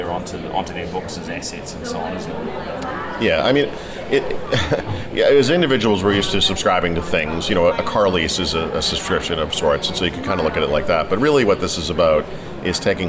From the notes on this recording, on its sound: This episode comes from Microsoft’s Worldwide Partner Conference